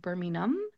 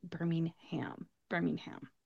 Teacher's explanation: they don't really make the H sound at the end of the word · Shown in: first take